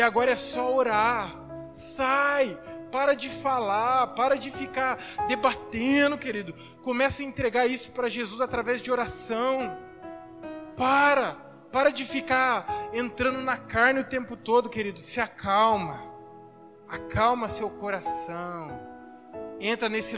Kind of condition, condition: setting, large echoing room